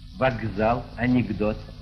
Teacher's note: Вместо глухих согласных перед звонкими, кроме, впрочем, «з», произносятся соответствующие звонкие. Так, вместо «с» произнесем «з».